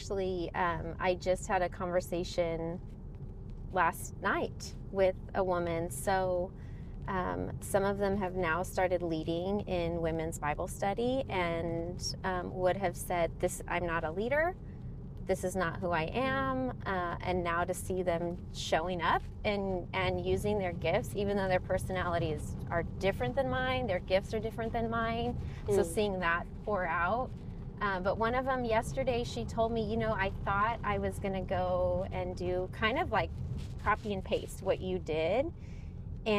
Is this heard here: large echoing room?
no